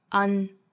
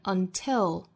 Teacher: 要注意是倒三角 a 的发音和前鼻音组合